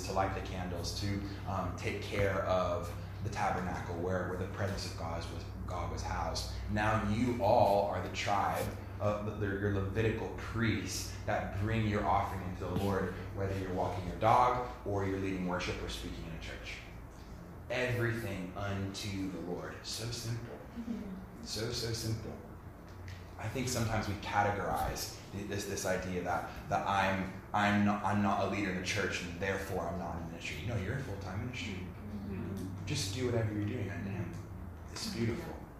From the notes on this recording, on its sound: Fire & Light Conference 2018 Saturday 23rd June 2018 Destiny Church Melbourne